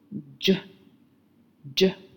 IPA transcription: dʒ